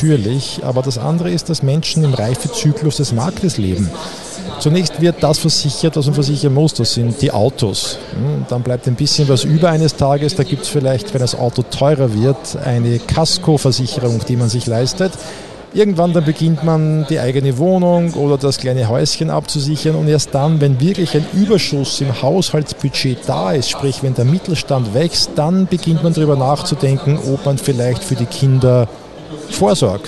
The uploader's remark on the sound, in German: Live von der Gewinnmesse. Hier haben wir im 30-Minutentakt die Top-Manager der wichtigsten Unternehmen Österreichs getroffen und an Börsenradio Mikrofon geholt.